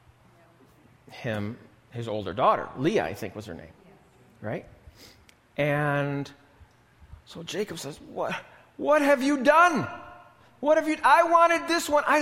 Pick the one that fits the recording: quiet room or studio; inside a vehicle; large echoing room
large echoing room